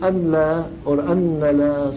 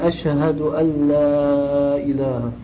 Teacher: You combine the noon and the lam. · Shown in: second take